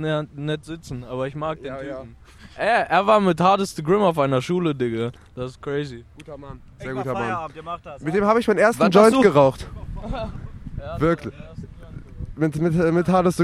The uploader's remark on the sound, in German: Erstes Mal SPLASH! Leicht angeheitert wird live vor Ort recorded und ein bisschen Schabernack getrieben.